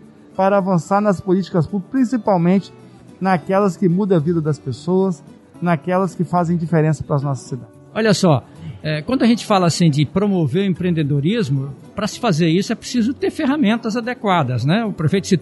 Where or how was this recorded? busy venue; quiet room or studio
busy venue